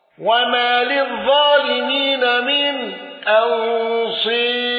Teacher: الرملي عن ابن ذكوان بالسكت والإمالة